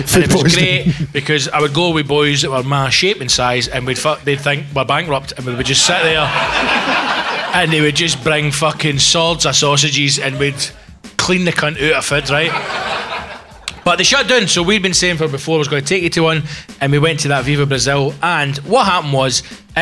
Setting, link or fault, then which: setting, live audience